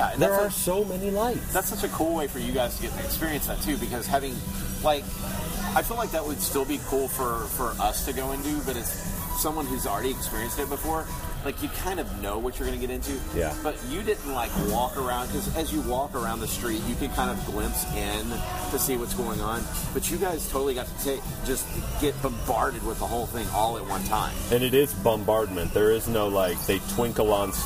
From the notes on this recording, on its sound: Live from Jock Lindsey’s Hangar Bar. We’re live from Jock Lindsey’s Hagar Bar in Disney Springs.